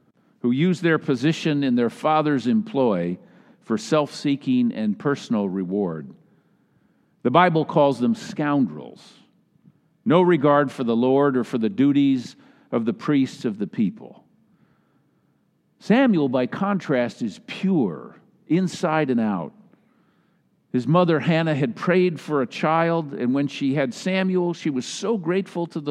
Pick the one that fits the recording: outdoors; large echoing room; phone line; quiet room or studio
large echoing room